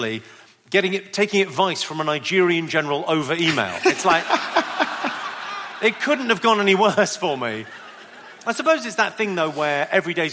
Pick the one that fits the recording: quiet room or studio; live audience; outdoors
live audience